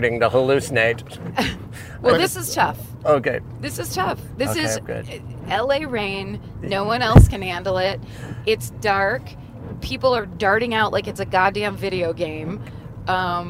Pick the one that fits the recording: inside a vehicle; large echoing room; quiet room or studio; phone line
inside a vehicle